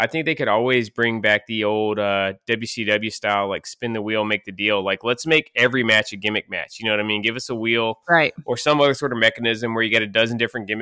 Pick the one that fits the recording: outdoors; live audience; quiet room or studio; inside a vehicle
quiet room or studio